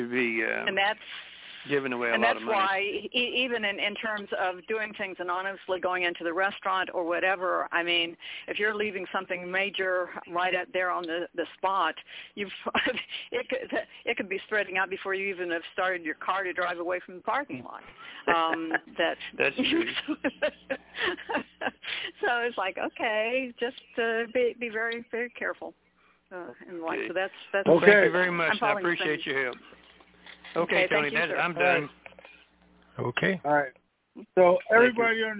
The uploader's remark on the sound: TNTSuperfantastic Conference Call